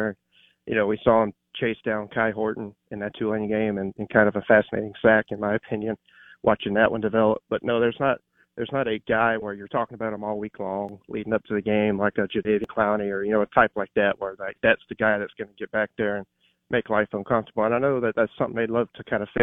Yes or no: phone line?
yes